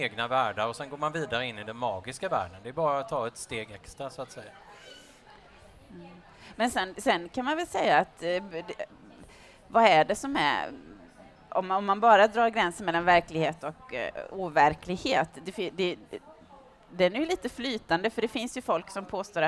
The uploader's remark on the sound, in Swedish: Bokmässan live. Fantastisk Podd Live på Bokmässan i Göteborg 2015.